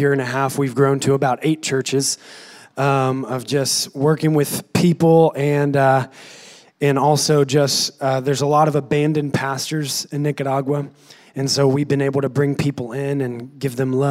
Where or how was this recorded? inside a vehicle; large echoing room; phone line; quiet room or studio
large echoing room